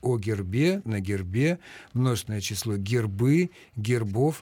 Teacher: Я должен вас расстроить, поскольку весьма и весьма авторитетный орфоэпический словарь русского языка показывает, что и в формах косвенных падежей, и в формах множественного числа ударение в этом слове переходит на окончание. О гербе, на гербе, множественное число гербы, гербов, а никак не гербы и не гербов.